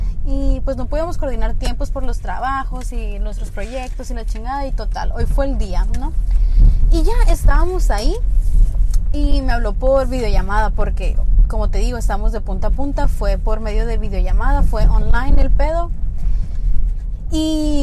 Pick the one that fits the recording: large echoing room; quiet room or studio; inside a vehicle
inside a vehicle